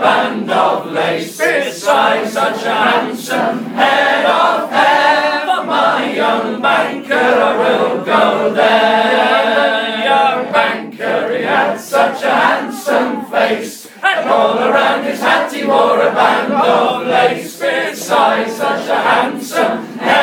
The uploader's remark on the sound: A bonus live track recorded last night at The Hive, Shrewsbury.